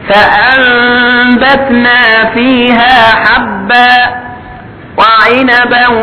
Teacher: كأنك تريد أن تنطق النون ميما ثم تخفي الميم ليقول الباء بعدها، فأنبتنا فيها حبا وعنبا وقبا وزيتونا ونخلا. · Term: الإقلاب